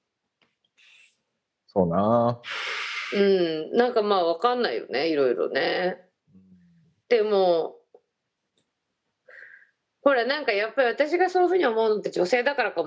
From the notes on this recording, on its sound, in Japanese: 本収録はビデオ会議サービス「Zoom」を使用し。一部聞き取りづらい箇所があります。